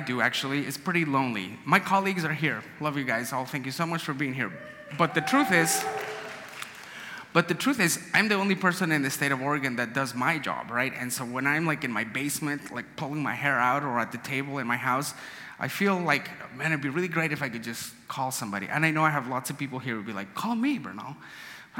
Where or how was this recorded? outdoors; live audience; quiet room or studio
live audience